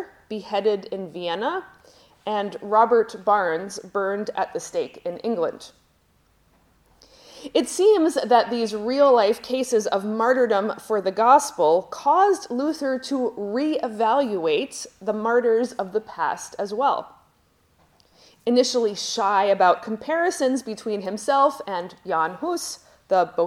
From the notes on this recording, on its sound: Lecture at Johannelund Theological School in Uppsala, Sweden, at a daylong conference on Sanctification in Lutheran Perspective.